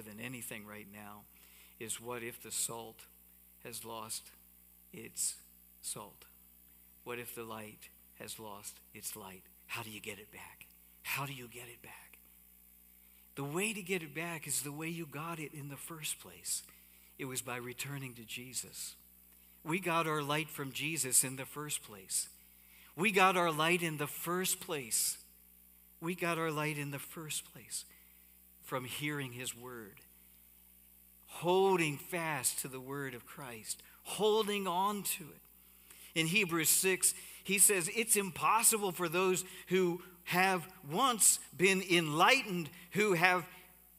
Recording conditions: large echoing room